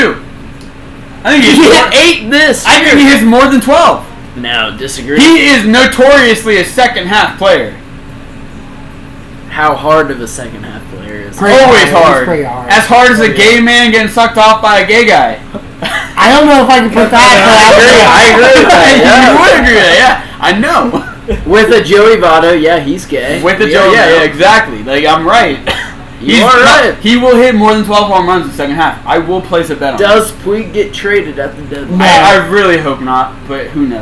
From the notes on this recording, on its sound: In this episode we really dive into the bar room talk with a lot of background noise coming from others in the room. Sorry about the background noise. We were not using mics or sound blockers because I got drunk and did not realize the mic was not plugged in until after.